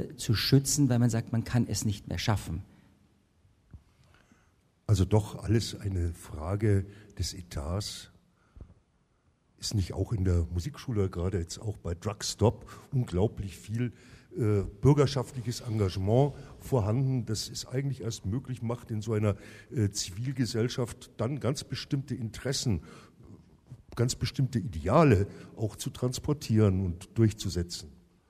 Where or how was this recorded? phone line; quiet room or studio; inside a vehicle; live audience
live audience